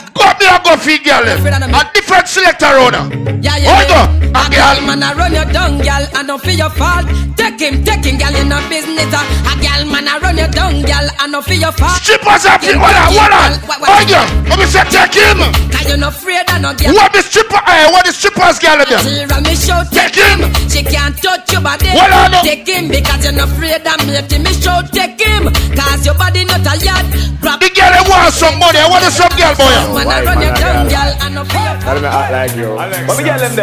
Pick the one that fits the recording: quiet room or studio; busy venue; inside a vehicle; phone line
busy venue